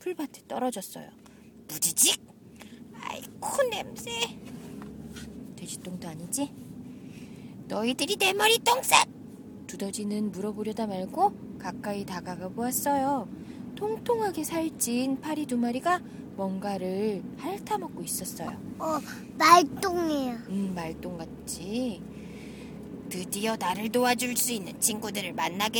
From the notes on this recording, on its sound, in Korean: 부모님 댁으로 가는 차 안에서 녹음한 겁니다.